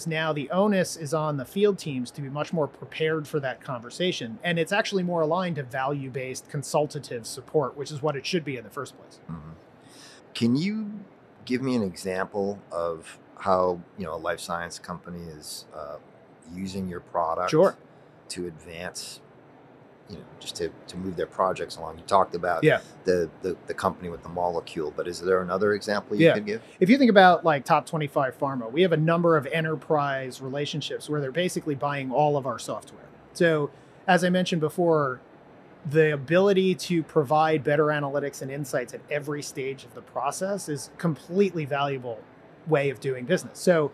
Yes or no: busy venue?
yes